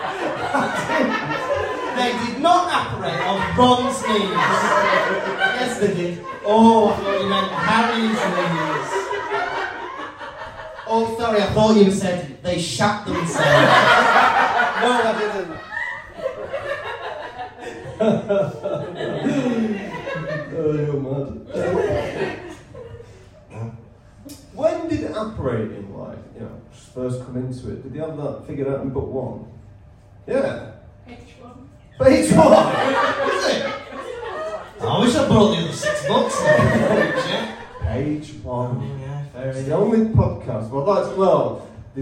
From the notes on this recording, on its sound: in front of a live studio audience